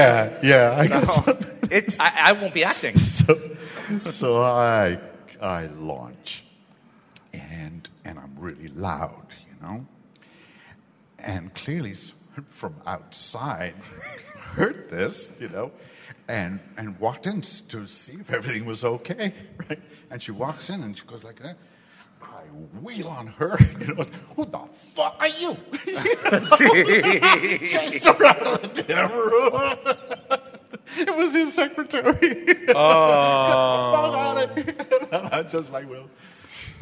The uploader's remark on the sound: Please note, as this was a LIVE, on-site event, the audio is not fully optimized for this podcast.